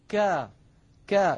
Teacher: لاحظوا منطقة خروج الكاف التي هي من أقصى اللسان · Term: حرف مستفل